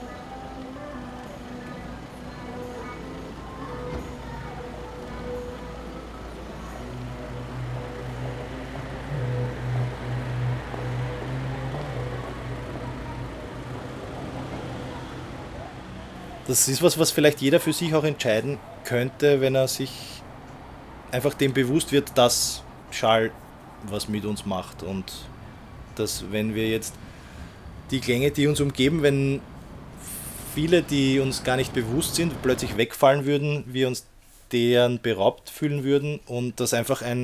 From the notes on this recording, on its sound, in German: Mit einem Audiorecorder auf der Thaliastraße in Wien. Dazu hören wir den Sound der Thaliastraße.